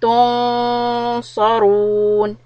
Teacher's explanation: The noon of إخفاء will be heavy. Lift the back part of the tongue and hold it.